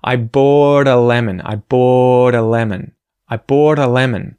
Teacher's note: that T is actually getting turned into a T flap, right, the r, r, it's kind of like an R sound, r, r, it's hard to do by itself.